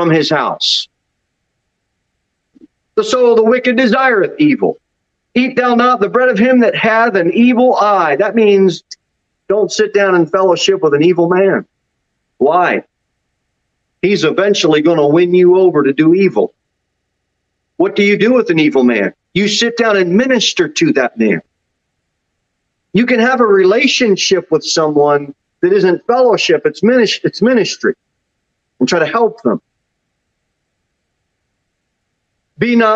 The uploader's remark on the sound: This sermon was delivered at Pilgrim Baptist Church on Sunday, February 20, 2022, at 11:15 am. Jere Whitson Rd.